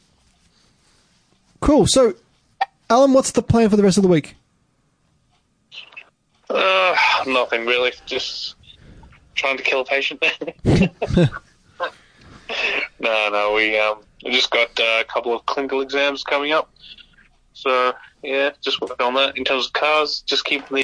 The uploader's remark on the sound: Via Phone LInk